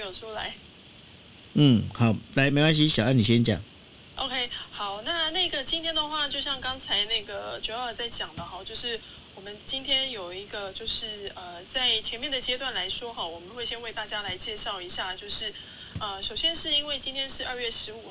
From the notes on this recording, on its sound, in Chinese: 本集一開始（10分鐘之前）的收音效果不太好，請多見諒。